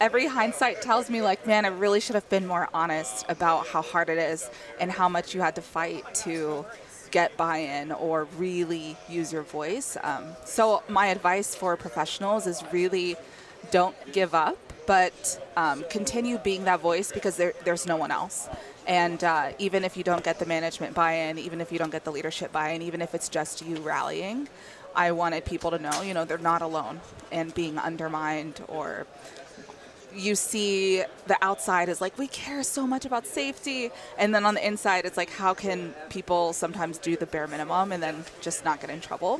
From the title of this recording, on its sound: Live From NSC 2023